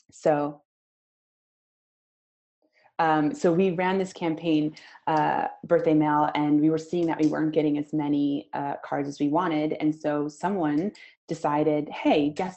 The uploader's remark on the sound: Recording from the Cause Marketing webinar